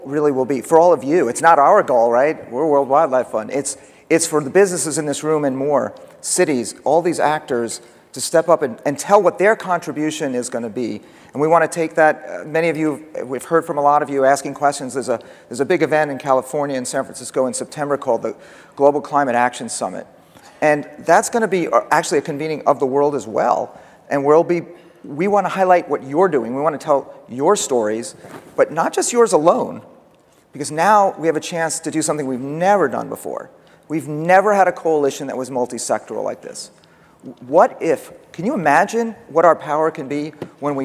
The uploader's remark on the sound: The best of live interviews from GreenBiz events.